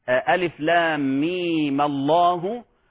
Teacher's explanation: والأصل أن هذه الميم ساكنة أصلا لكنها حركت بالفتح، وذلك للتخلص من التقاء الساكنين